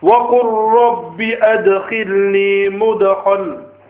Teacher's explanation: But here there's nothing to do with Idgham, there's no Nun Sakin Tanween. It's just assimilation of the Lam and the Ra together. The Lam will change into Ra and be read as one.